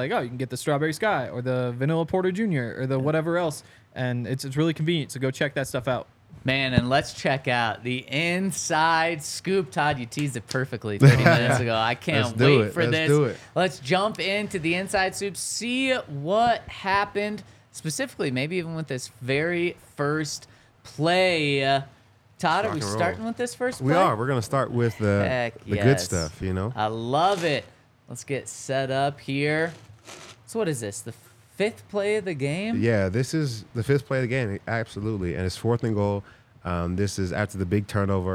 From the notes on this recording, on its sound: coming to you LIVE from the DNVR Bar